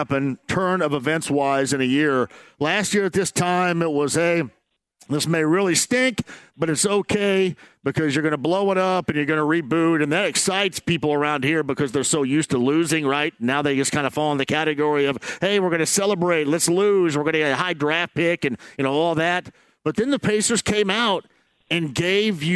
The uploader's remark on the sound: Live From Harrah's Hoosier Park. He also takes some phone calls about the loss to Cleveland. He then opens the phone lines back up and takes more calls from Colts and Pacer fans!